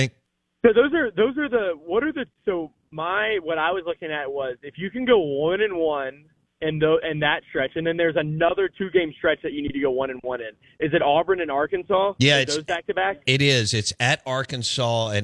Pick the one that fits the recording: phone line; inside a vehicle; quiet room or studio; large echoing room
phone line